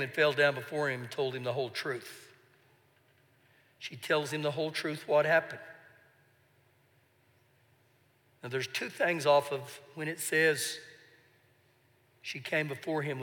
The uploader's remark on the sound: Recorded live during our Wednesday night service